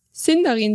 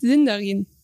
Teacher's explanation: Dann das S ist immer stimmlos. · Shown in: first take · Das heißt, es ist immer ein S.